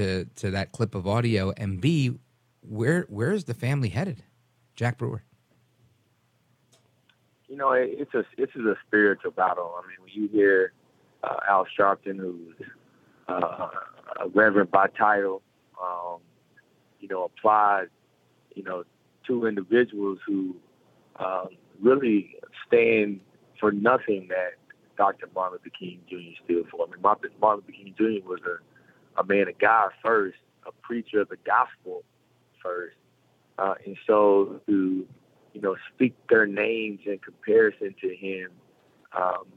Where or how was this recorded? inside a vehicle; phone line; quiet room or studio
phone line